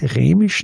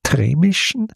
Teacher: im Dialekt spricht man ja vor dem R sehr deutlich ein T · Shown in: second take · also nicht Rämischen, sondern Trämischen.